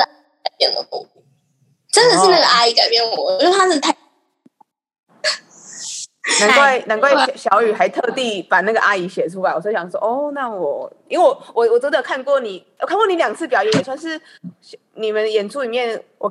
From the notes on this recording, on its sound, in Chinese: 可惜網路有些不穩定，害怕音質不穩的人請斟酌收聽唷！